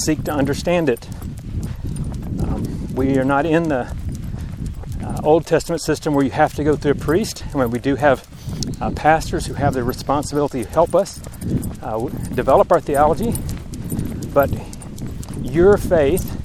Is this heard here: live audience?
no